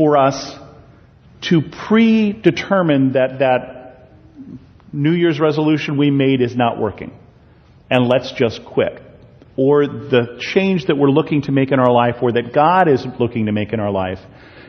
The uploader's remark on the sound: a sermon I preached at Bethel Lutheran Church in Cupertino